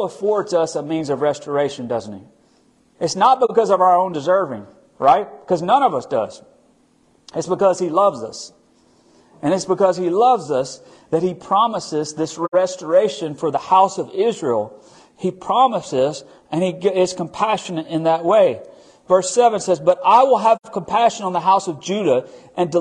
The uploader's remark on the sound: Recorded at our Midweek service at Friendship Baptist Church on March 15, 2023.